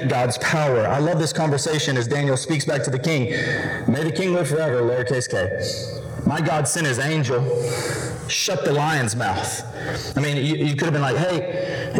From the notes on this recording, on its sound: We apologize for the distorted audio, and it will be fixed in the coming weeks.